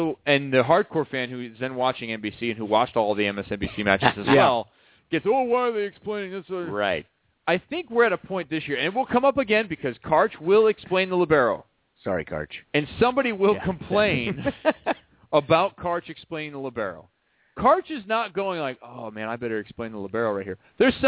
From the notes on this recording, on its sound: called into the show